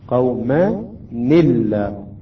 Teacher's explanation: أها، نعطي كسرة إلى الحرف الأول، هنا قوما نون ساكنة، وهنا أيضا اللام ساكنة، إذا لا نستطيع أن نقرأ حرفين ساكنين، فهنا نعطي كسرة إلى النون قوما نلا، هكذا تقرأ قوما نلا، لأن السكون يذهب، هذه الكسرة كسرة عارضية صحيح، ليست من أصل الكلمة، عارضية باعتبار لا نقرأ حرفين ساكنين، التقاء ساكنين عندما يكون نعطي كسرة للحرف الأول.